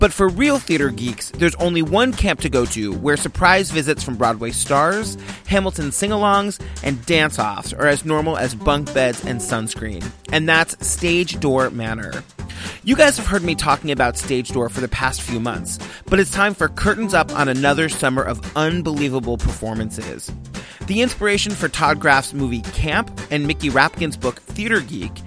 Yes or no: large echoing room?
no